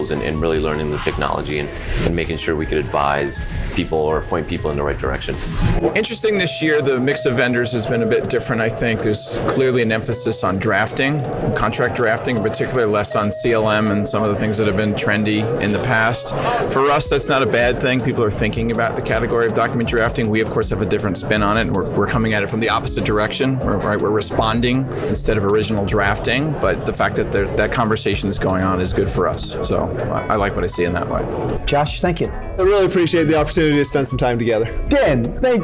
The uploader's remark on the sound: At the 2023 International Legal Technology Association Conference